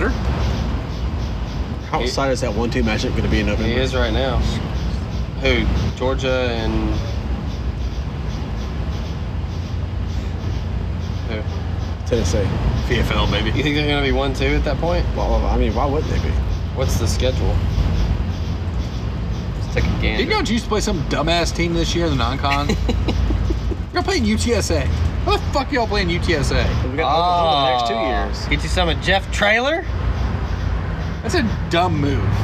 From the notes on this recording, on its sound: The fellas are all together in one place! We are on location at Second Line in Memphis.